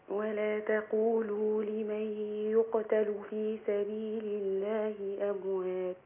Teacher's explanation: التاء مش مقلقلة زي القاف، التاء هنا مهموسة لأنها من حروف الهمس